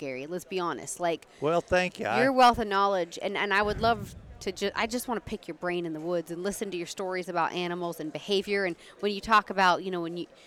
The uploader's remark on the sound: recorded at the NRA Show